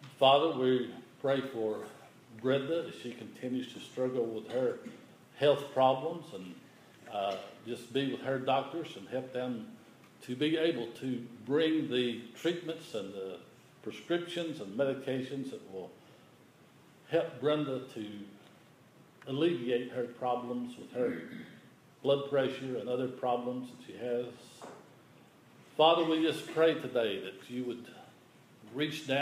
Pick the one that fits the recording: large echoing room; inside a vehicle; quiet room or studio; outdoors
large echoing room